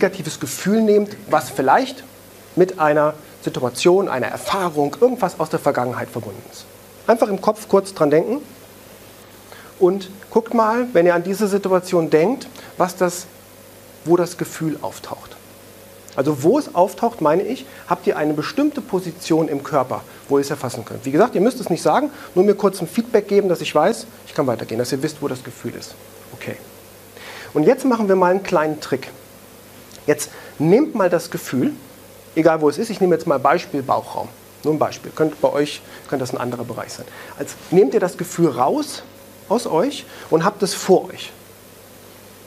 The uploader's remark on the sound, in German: einen Mitschnitt aus einem Vortrag